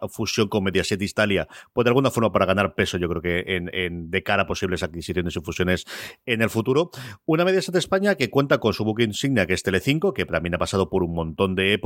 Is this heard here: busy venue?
no